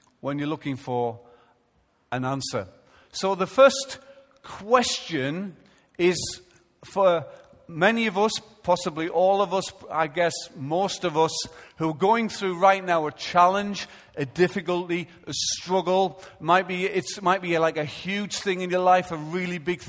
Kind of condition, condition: setting, large echoing room